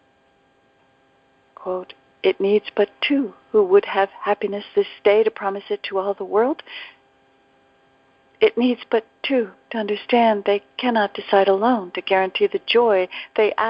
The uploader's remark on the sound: ACIM Daily TEXT Conference Call